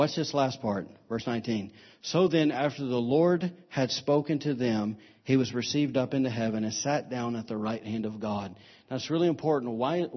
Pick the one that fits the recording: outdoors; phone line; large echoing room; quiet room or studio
large echoing room